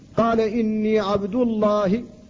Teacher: فاسم الجلالة جاء بعد ضم ففخمت اللام فيه